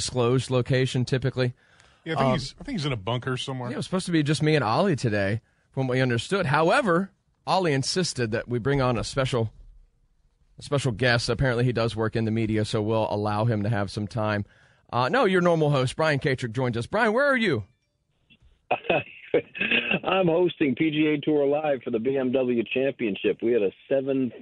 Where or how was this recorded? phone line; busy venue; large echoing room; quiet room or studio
phone line